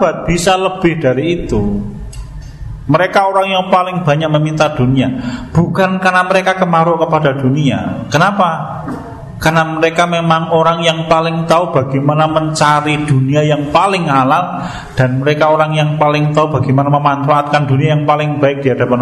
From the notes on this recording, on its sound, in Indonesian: Rekaman Kajian Majelis Pengajian Islam Kitab Firqotun Najiyah. Di Masjid At Tahkim, Jln KH Ahmad Dahlan, Ngampilan, Yogyakarta. Yang diselenggarakan oleh FKAM Yogyakarta dan Takmir Masjid At Tahkim.